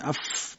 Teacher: در تجویدی که از غیر از شاطبی نقل میشه فا رو یک مخرج گرفتند، با و میم واو رو روی هم یک مخرج گرفتند و فا رو اشاره میشه که دندانهای بالا به لب پایین میخوره، میگیم اف، دندان بالا ثنایا به لب پایین میخوره، اف. این حالت در با میم واو میگن با لبها فقط ادا میشه.